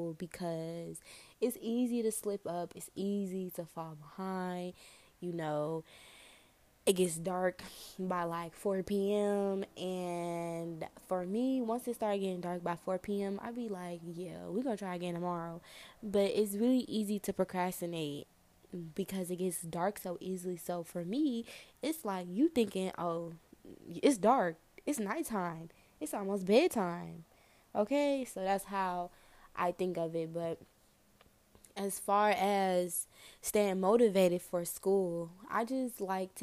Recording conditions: background noise